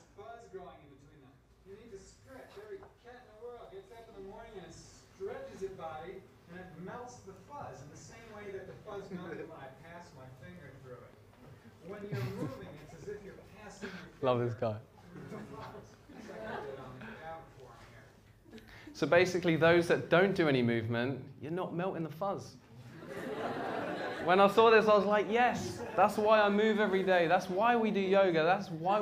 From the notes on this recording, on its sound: This talk is from the Vevolution archives and was recorded at Vevolution Topics: Health and Wellbeing in 2017.